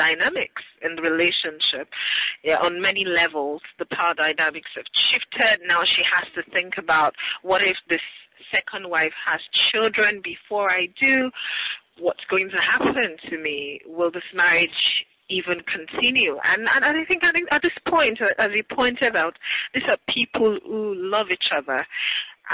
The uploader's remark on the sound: joins me on the phone from Lagos, Nigeria